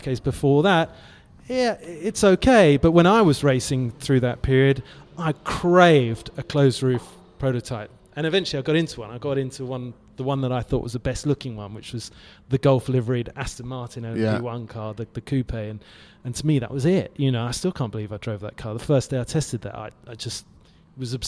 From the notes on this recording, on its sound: live from Goodwood!